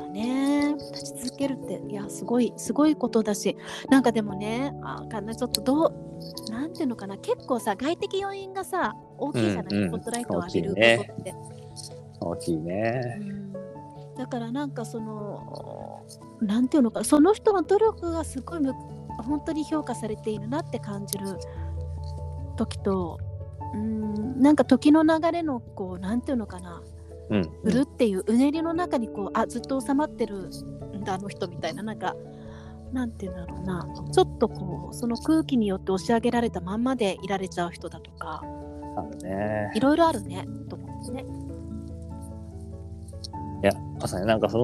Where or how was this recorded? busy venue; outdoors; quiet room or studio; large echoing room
outdoors